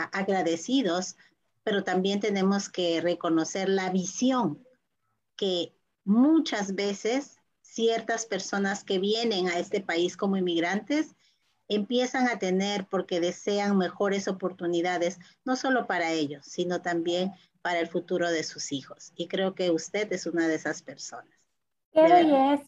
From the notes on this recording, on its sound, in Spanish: por Zoom y Facebook en vivo